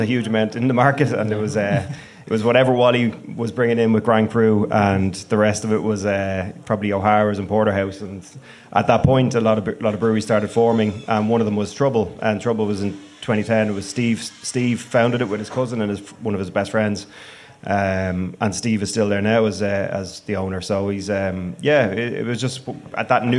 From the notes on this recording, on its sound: Live at The Circular. We hosted this live event in The Circular in Dublin 8 on November 30th.